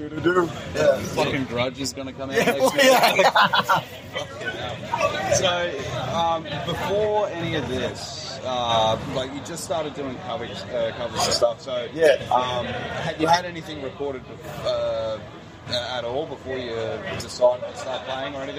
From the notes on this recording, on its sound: I couldn't get them in the studio but this is exactly why the live format has come into play. The audio does get a little dicey here and there and towards the end the next band starts playing but hey, that's being live for you (also recording off a phone lel).